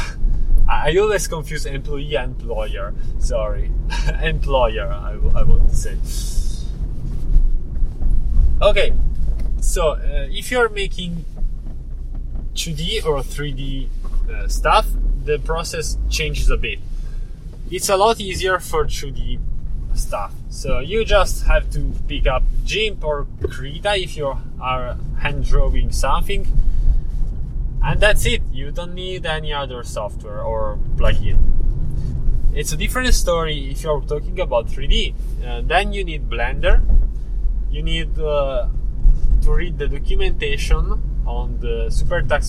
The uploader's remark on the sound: This time I tried a "car rambling podcast", where I record while I drive and stop the recording only when reaching the destination